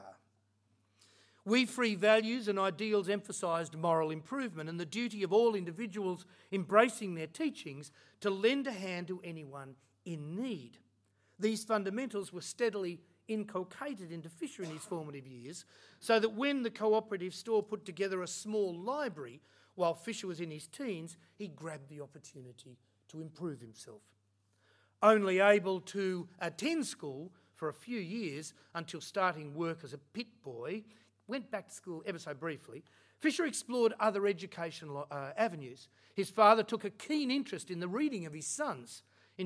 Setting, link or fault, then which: setting, large echoing room